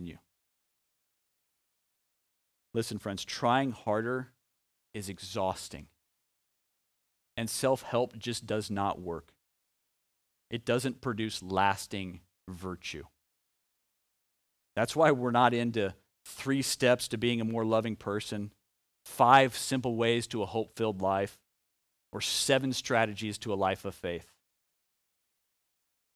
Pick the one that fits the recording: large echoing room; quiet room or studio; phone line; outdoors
large echoing room